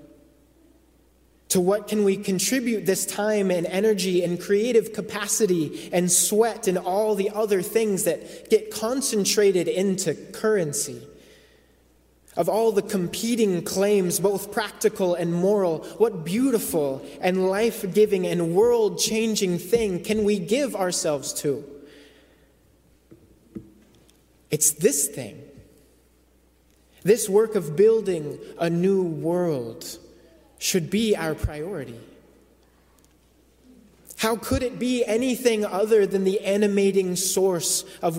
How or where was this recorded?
large echoing room